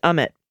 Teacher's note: Amit Mehta is pronounced Amit. Equal emphasis on both syllables.